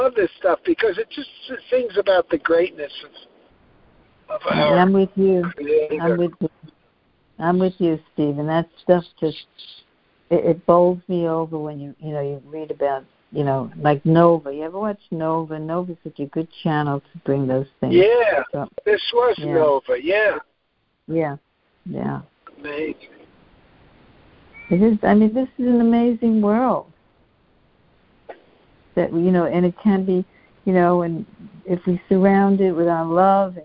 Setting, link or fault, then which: link, phone line